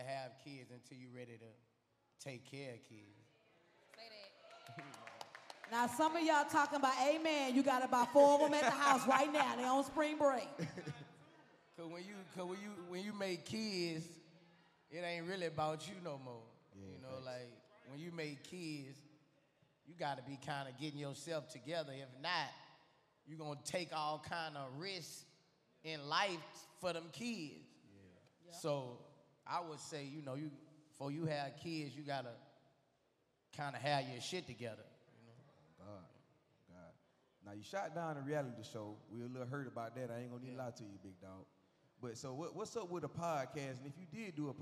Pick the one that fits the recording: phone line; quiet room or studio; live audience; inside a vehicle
live audience